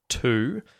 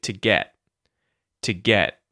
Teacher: So, to, we use the oo vowel sound when we're really emphasizing that word to, and we're just saying it by itself, to. But when it's in a phrase, it'll get the schwa sound · Shown in: second take · to. So, you'll hear to get.